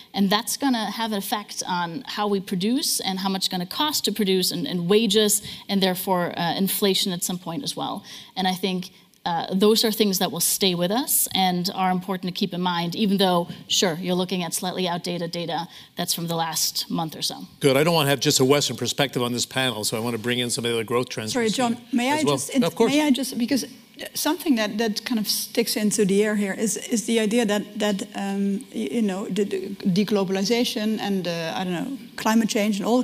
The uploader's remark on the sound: Growth Summit 2023: Chief Economists Briefing. This is the full audio of the Chief Economists Briefing session at the Growth Summit.